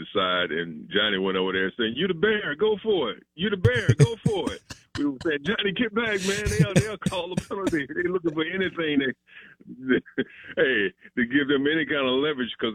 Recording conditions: phone line